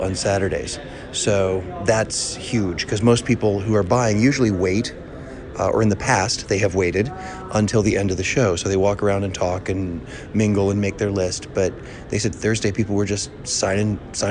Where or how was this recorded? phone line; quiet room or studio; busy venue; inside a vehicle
busy venue